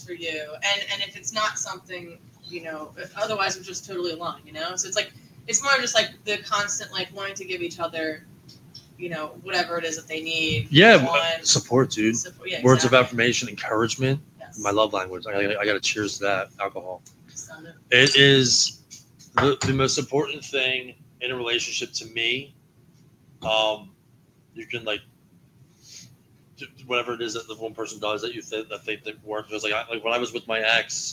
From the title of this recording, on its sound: Live from The Cellar in Yardley, PA.